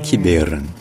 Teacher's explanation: Donc non seulement le E au milieu est prononcé, non seulement il est prononcé E, mais en plus c'est là qu'il est l'accent tonique.